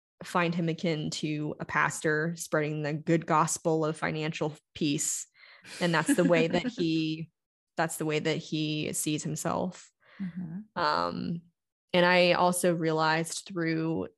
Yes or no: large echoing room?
no